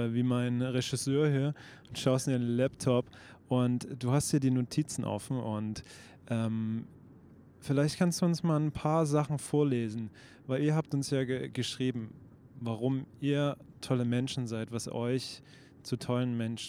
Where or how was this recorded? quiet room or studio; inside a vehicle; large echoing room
inside a vehicle